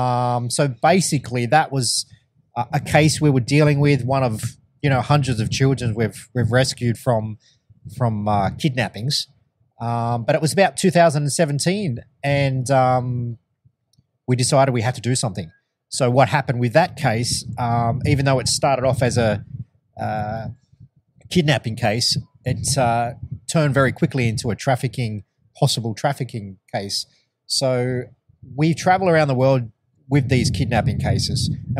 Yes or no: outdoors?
yes